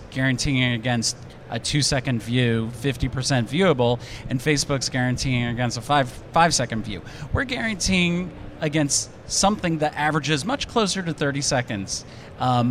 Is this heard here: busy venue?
yes